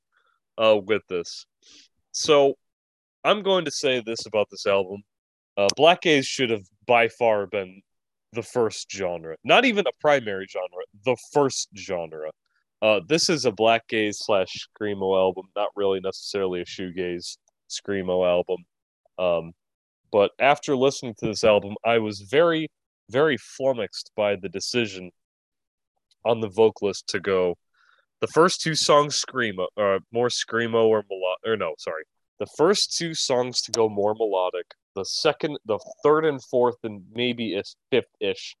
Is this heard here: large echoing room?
no